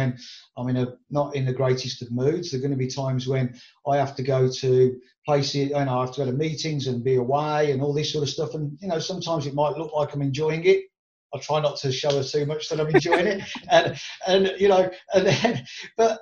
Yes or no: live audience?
no